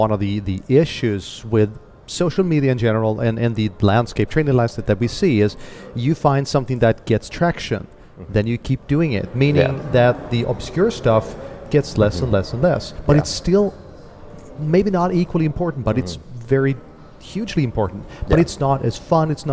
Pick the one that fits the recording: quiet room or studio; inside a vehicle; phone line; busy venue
busy venue